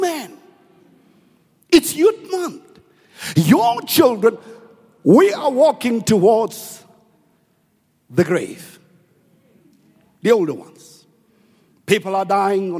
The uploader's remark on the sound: preached at Grace Bible Church Pimville on the 06th of June 2021